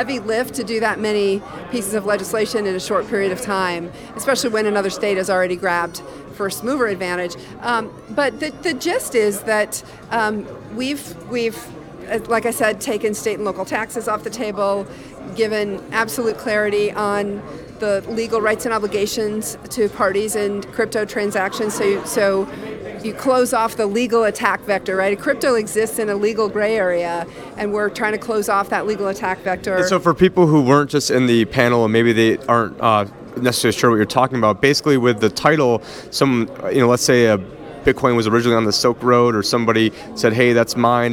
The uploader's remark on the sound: This is an episode that never aired. This is from the Coin Agenda Conference.